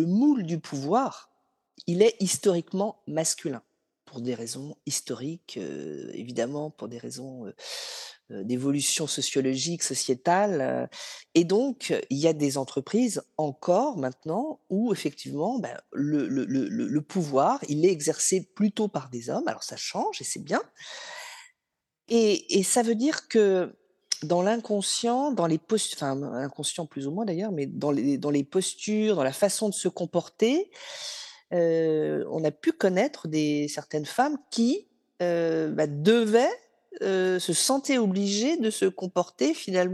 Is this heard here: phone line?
no